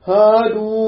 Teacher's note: لأن الهادو الأولى واو مدية، واو قبلها ضمة، واو مخرجها من الجوف